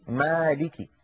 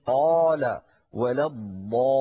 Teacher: هذا الحرف بالذات الألف مرقق إن سبق بمرقق في نحو مالك، وتفخم إن سبقت بمفخم في نحو قال ولا الضالين. إذن الألف من حيث التفخيم والترقيق تبع للحرف الذي قبلها.